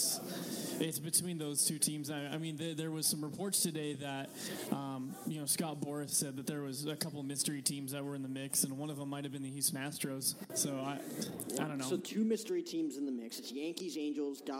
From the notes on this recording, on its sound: Day 2 at the MLB Winter Meetings LIVE from San Diego